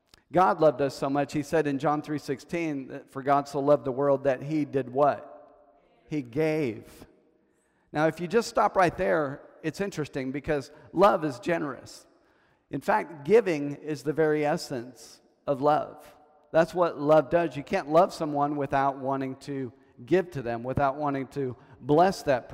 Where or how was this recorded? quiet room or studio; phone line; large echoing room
large echoing room